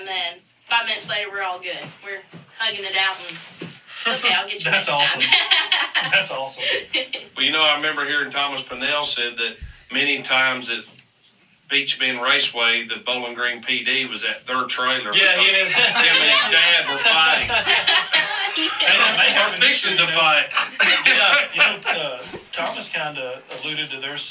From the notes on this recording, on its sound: We had some technical difficulties tonight